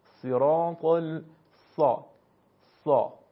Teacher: در هنگام تلفظ حرف ممکنه صدای سوت شنیده بشه که البته باید دقت کافی صورت بگیره که صدای سوت نباید خیلی زیاد باشه. · Term: حرف صاد